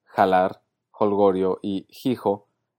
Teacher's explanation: en varias partes de Andalucía se mantuvo la H aspirada, dando lugar a pronunciaciones como jalar, holgorio y hijo, en lugar de la variante madrileña de alar, holgorio e hijo.